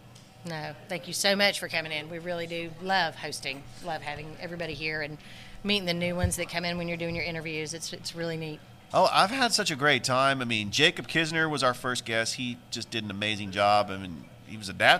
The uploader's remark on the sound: Live from Ivy Park Sports Bar and Grill